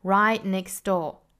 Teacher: right 尾部特 next 尾部特都省掉 · Term: 省读